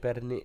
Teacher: it's almost like the L is silent